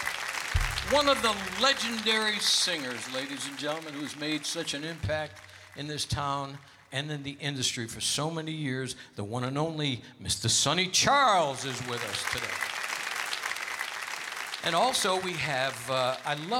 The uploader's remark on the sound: Live at the South Point Casino